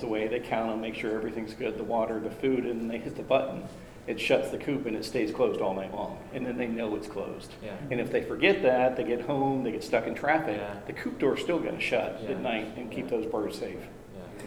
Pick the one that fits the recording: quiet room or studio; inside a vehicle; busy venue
busy venue